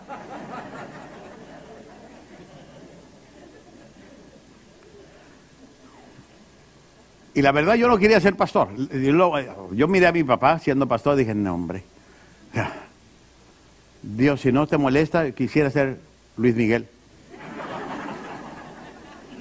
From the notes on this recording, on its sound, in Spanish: Esta lección fue grabada en vivo durante las conferencias mensuales de Liderazgo Enfocado